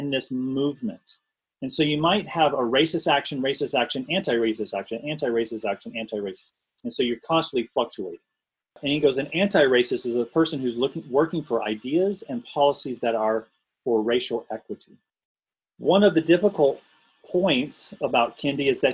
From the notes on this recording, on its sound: This talk was recorded over Zoom. Includes the Q&A afterwards.